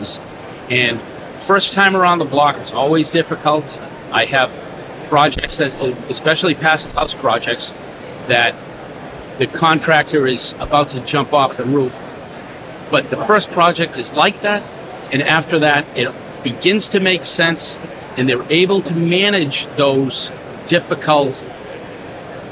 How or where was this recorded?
busy venue